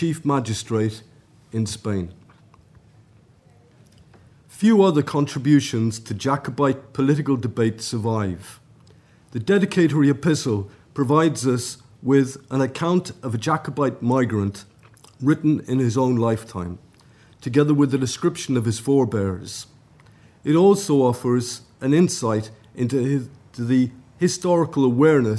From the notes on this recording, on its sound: at the 2022 Tudor and Stuart Ireland Conference